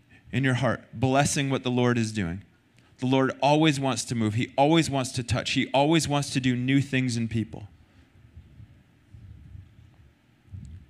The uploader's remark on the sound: Recorded sunday night service 3-12-2023